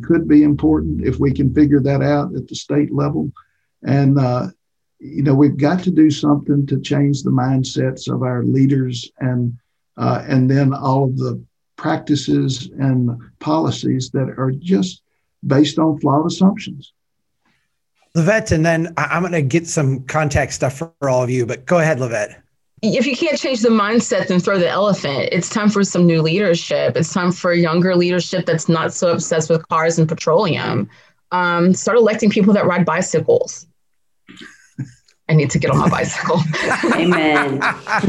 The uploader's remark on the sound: We’re sharing the audio from a webcast we did last week. We’re sharing the audio from a webcast we did last week.